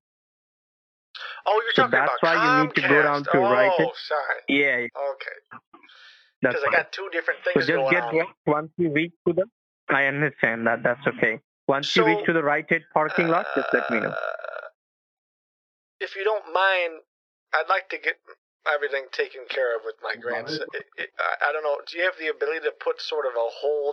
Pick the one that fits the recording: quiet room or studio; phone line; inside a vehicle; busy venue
phone line